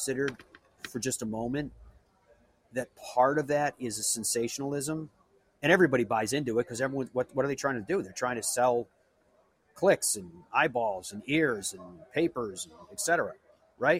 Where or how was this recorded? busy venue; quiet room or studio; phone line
busy venue